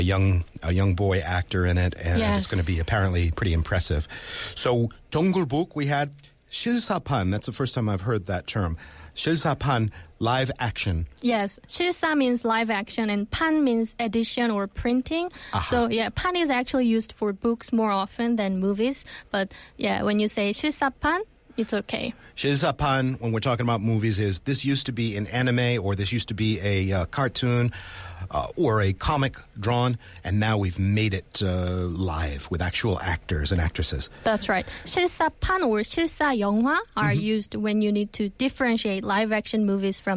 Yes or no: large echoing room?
no